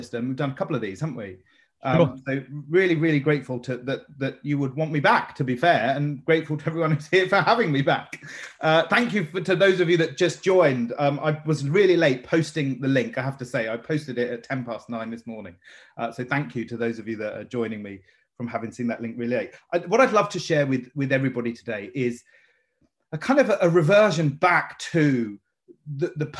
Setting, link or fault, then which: link, video call